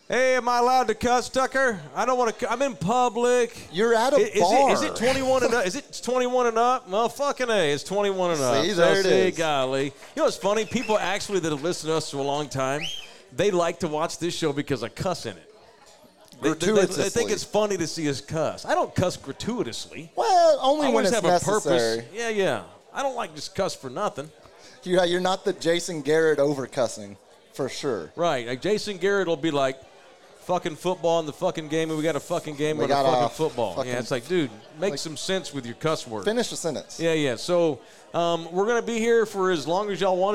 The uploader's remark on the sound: Live from McFinnigan's Pub.